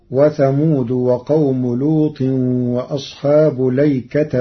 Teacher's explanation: قرأ ورش كلمة الأيكة بلام مفتوحة بدون همز قبل اللام وبعدها ونصب التاء.